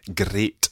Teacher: In Scotland, we do tend to roll our R's quite a lot.